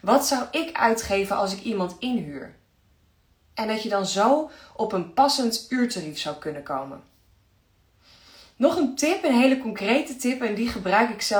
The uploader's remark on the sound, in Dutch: Insta live opname. Luister deze Insta live terug.